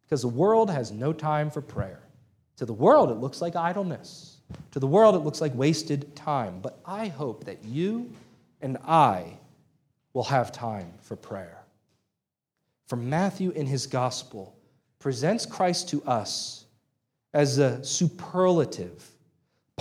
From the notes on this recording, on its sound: This sermon was preached on July 16, 2023 at Antioch Presbyterian Church, a mission work of Calvary Presbytery of the Presbyterian Church in America located in Woodruff, South Carolina.